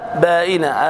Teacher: لكن آباء مد بدل يمد بمقدار 2 حركات